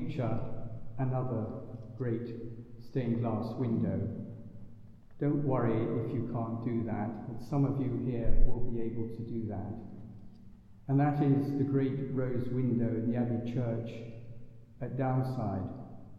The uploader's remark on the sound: Recorded in the Blessed Sacrament Chapel at Buckfast Abbey on 1 November 2023.